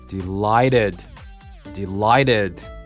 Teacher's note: この T は母音に挟まれてるよね。なのでやっぱ濁ると発音がスムーズになってかっこいいんだこれ。